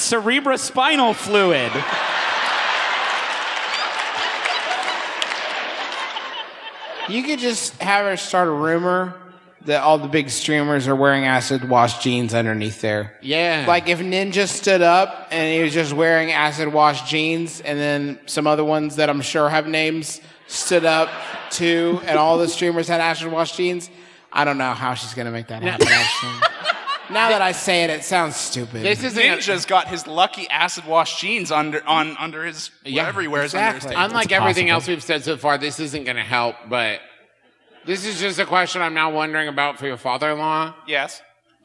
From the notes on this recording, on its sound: here’s a live show we recently did in Cincinnati